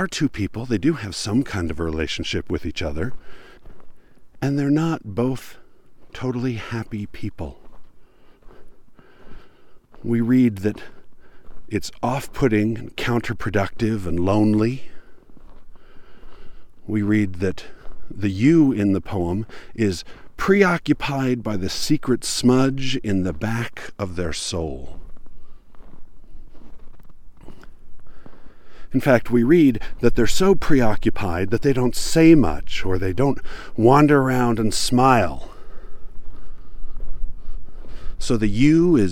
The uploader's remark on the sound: While hiking in the Utah mountains.